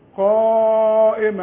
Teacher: لازم امد برضو اثنين الف، ده اسمه مد واجب